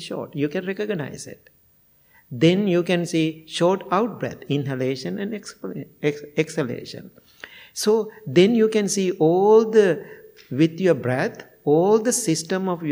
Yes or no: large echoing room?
yes